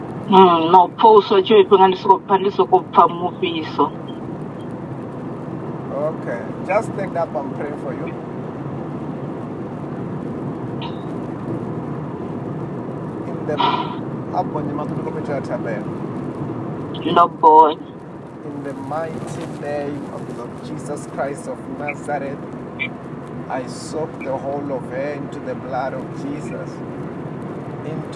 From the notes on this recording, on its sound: healing over the phone